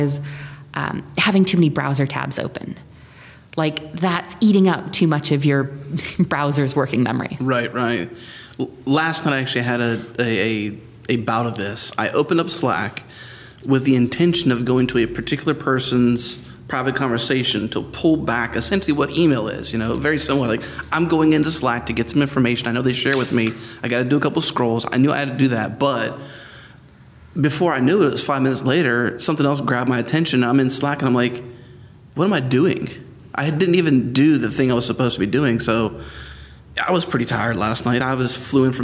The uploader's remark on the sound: on location at ZEIT Day